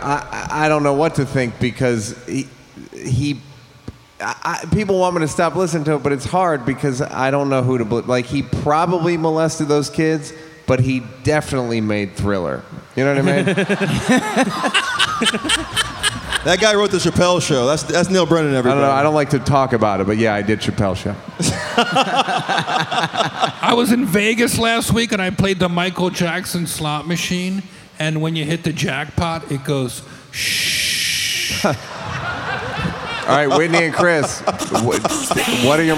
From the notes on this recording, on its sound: This episode is live audio from Comedy Centra’s Clusterfest 2019.